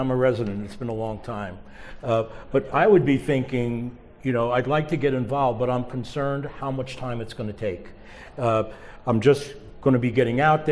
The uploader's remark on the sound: Recorded Live at the Real World Dermatology For Residents Conference in Las Vegas, NV. In front of a live audience from the Real World Dermatology For Residents Conference at the Sahara Hotel and Casino in Las Vegas, NV.